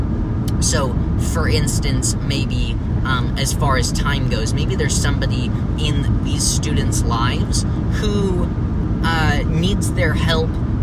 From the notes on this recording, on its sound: in the car